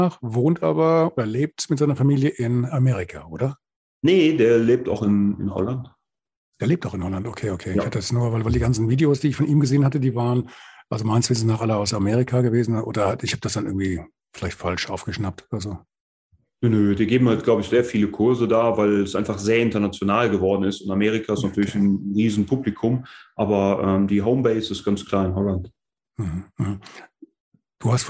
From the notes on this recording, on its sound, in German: via ZOOM in einer Schaltung zwischen dem hessischen Spessart und dem Schweizer Wallis